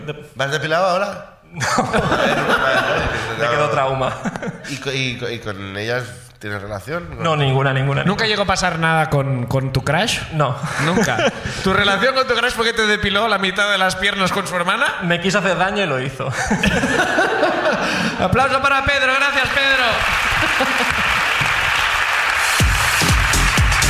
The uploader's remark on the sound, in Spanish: La Ruina desde Palma. El público de Palma nos explica sus ruinas.